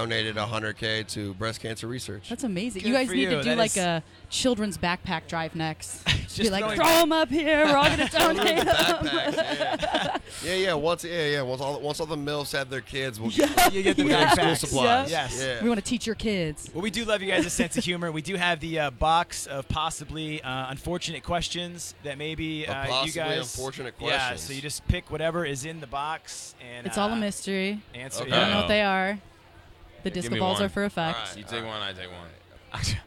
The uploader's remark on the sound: The Mix is live backstage at Lollapalooza 2023! The duo dropped by the Mix tent backstage at Lollapalooza.